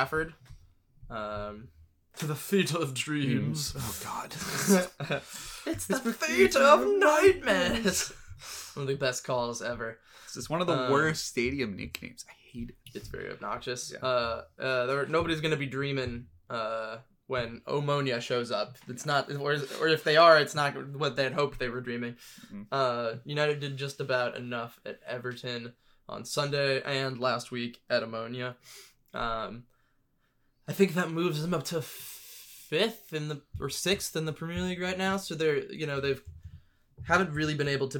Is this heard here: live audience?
no